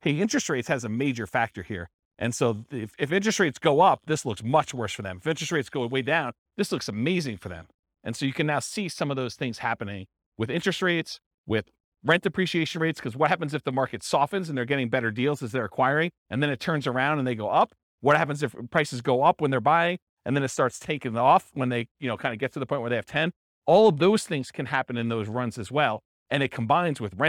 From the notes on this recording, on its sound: This was a live class recorded